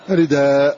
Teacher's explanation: إذا وقف عليها أبدلها حرف مد رداء كما هو الأصل في التنوين أنه إذا وقف عليه أبدل حرف مد ماء تقول ماء.